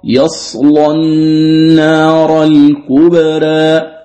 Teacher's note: أما في حال الوصل فاللام تغلظ وجها واحدا